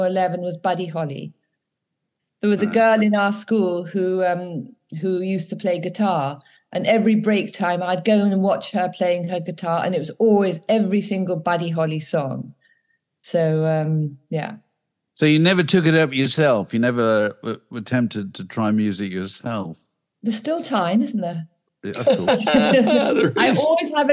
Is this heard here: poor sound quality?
no